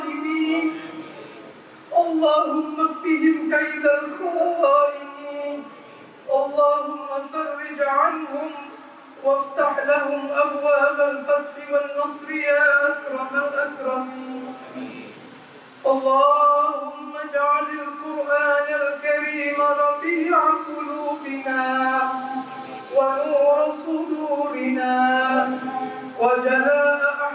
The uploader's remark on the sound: Recorded with the courtesy of Masjid Pusara Aman, Singapore.